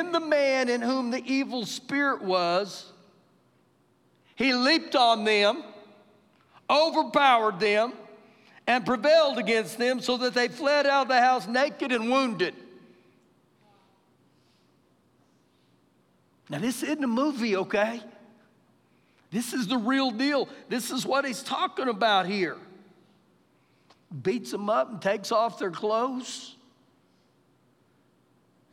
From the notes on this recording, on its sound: Recorded live during our Wednesday night service.